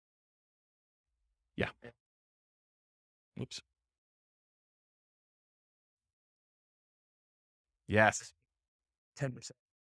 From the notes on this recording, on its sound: This was a live class recorded